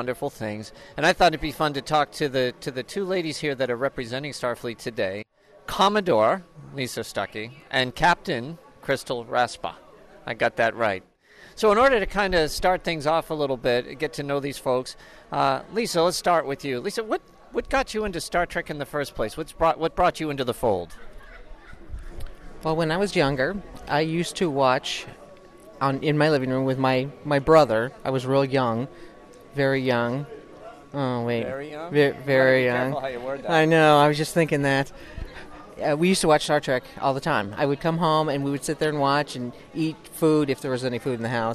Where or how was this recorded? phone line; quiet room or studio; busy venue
busy venue